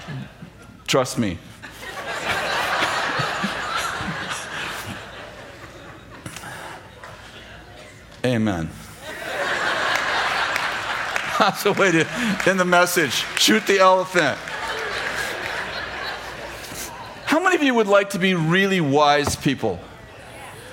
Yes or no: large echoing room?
yes